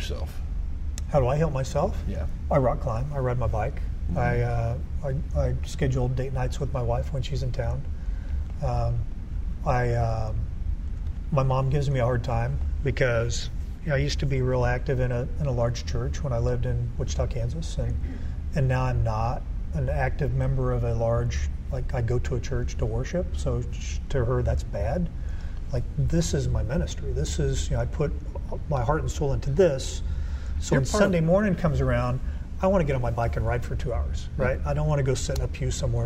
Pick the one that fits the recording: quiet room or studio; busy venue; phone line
busy venue